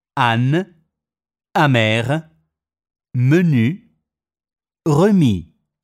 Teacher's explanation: AN, AM, EN, EM, seguite da suono vocalico, non sono nasali.